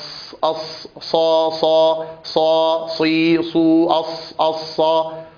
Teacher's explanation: والصاد حرف مهموس رخو مستعل مطبق، وفيه صفير، وهو من الصفات المميزة له.